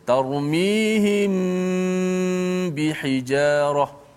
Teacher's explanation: apabila mim mati bertemu dengan satu huruf saja hurufnya huruf ba maka kita baca dengan secara dengungkan · Term: ikhfa syafawi